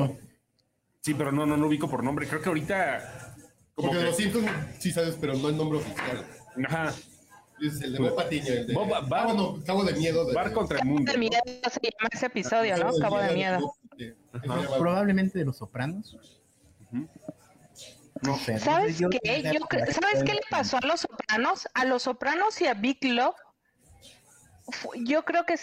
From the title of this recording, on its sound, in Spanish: En vivo desde Hamburguesas Mataleón